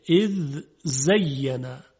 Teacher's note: ذال ساکن در ز ادغام نمیشه. اذ زینا، اگر بگویم اذ زینا غلطه.